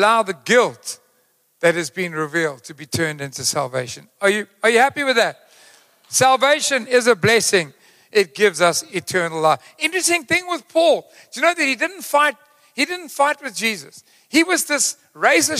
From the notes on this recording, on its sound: Recorded live on Sunday 16th July the 2023